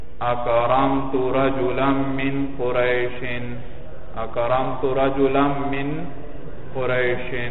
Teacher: رجلا کا جو نون ہے وہ بھی میم میں بدل کر میم میں ادغام ہوگا